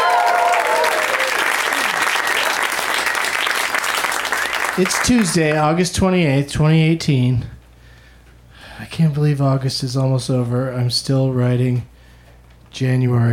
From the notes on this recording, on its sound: Back home at the UCB Franklin in LA